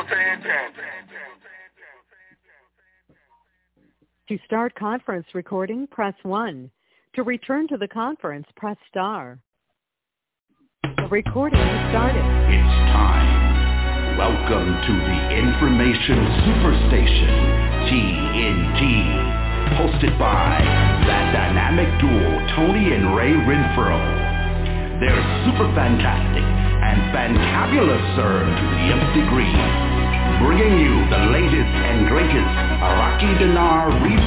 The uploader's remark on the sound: TNTSuperfantastic Conference Call